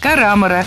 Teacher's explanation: правильный вариант – карамора с ударением на втором слоге